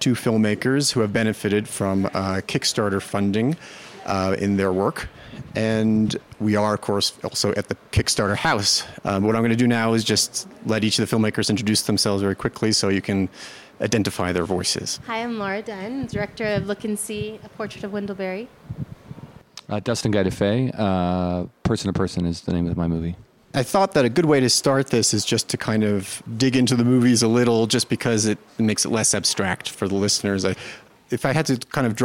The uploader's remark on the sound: Our podcast then flashes forward for a final dispatch from the Sundance Film Festival, a live discussion from the Kickstarter House.